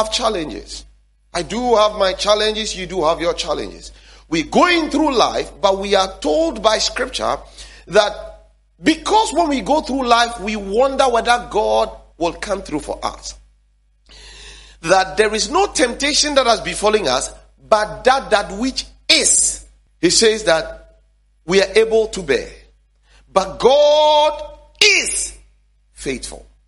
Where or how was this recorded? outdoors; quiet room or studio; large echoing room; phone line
large echoing room